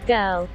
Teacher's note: And you will notice that there pretty much is no R sound.